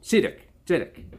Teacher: So you put a T before the S because you don't say the S like we do, but T. You make an almost T sound in the middle of hissing out your S